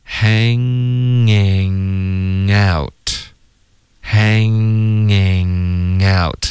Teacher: 所有的鼻音都是靠后鼻音的，大家练这一段的时候要注意不要动舌尖 · Term: 后鼻音连读